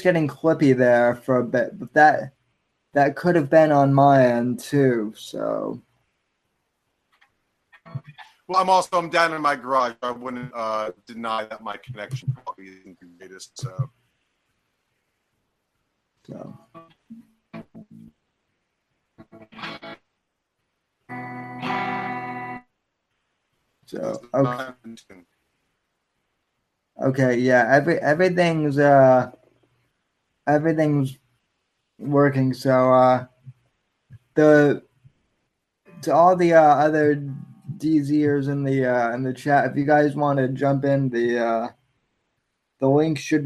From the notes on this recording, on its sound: Because of technical difficulties right before the live-stream went live. Opted to start a roundtable discussion on Google Hangouts.